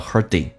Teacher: 后鼻音发成前鼻音